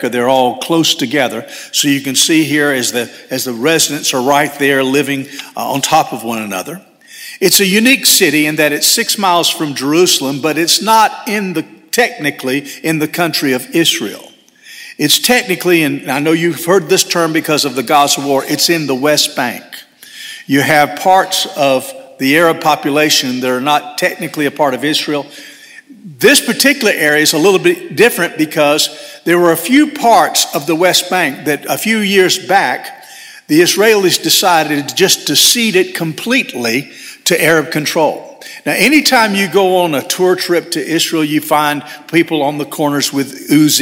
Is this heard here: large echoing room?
yes